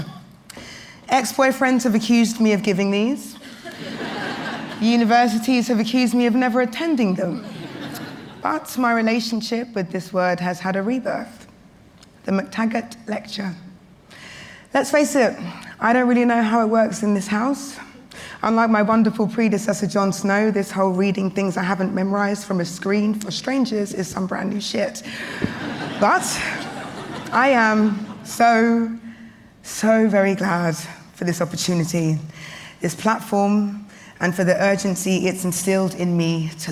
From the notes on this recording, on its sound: We hear the full, unedited recording of this year’s MacTaggart Lecture, delivered at the Edinburgh International TV Festival. Thank you to the Edinburgh International Television Festival for sharing this audio with our listeners.